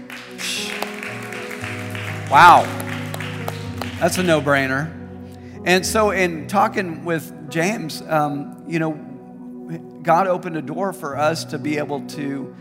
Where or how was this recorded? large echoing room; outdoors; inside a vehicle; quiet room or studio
large echoing room